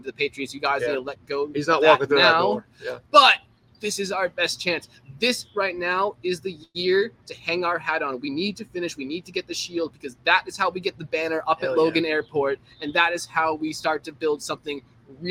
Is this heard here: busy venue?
yes